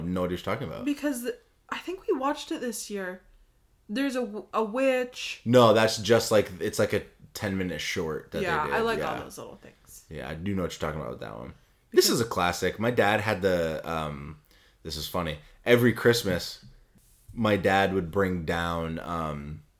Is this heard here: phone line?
no